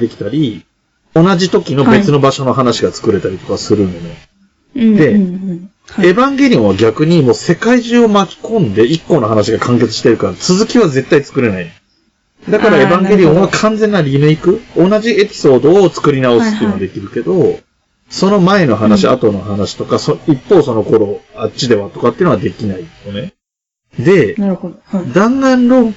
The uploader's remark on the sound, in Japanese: 今回も音質悪いかも。ごめんなさい。